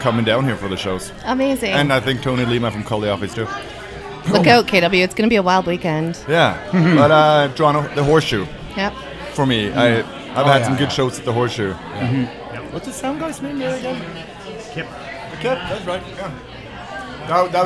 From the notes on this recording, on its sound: Broadcast live from the Jane Bond in Uptown Waterloo.